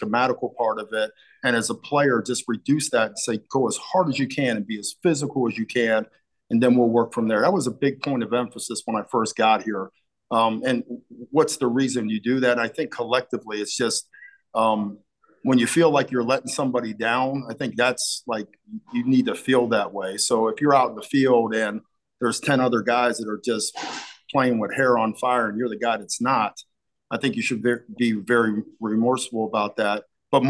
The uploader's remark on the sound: Both Bulls coordinators sit down for a chat. Assembled media on Zoom each Wednesday.